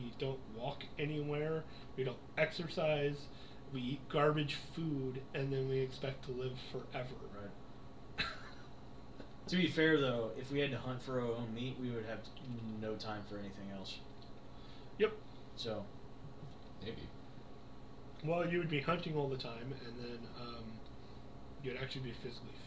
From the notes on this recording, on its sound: Lots of technical issues.